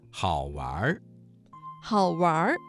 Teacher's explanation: 这个词当中的完加了一个卷舌音，形成了儿化音